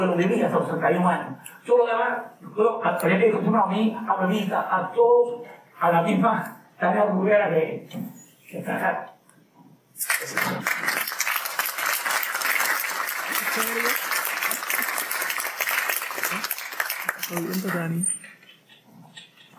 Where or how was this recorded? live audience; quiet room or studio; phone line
live audience